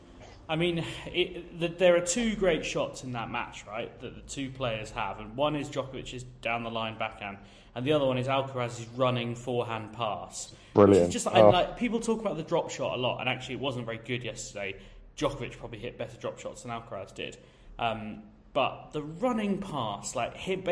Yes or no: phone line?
no